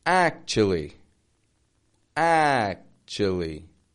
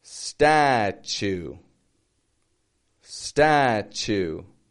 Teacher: Notice how the T and U is either going to sound like a ch or a chew.